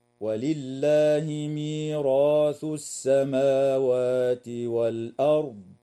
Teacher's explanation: والأرض، الراء في كلمة ميراث مفتوحة فحكمها التفخيم وصلا ووقفا، وكذلك الراء في كلمة والأرض ساكنة بعد فتحة فحكمها التفخيم أيضا وصلا ووقفا